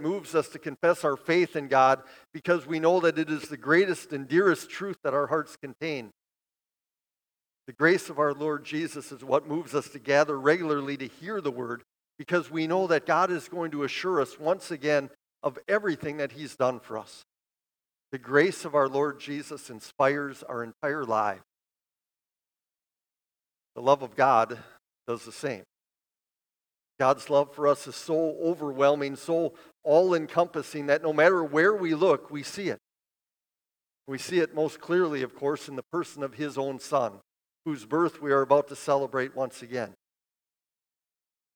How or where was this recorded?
large echoing room